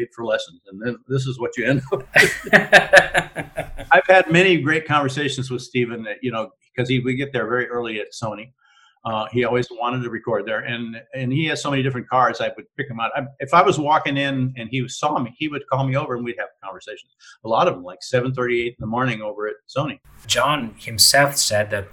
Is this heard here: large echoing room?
no